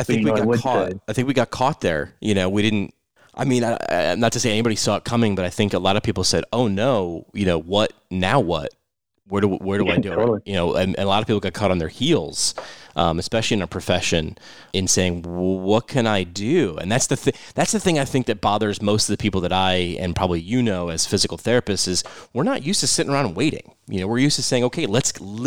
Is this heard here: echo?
no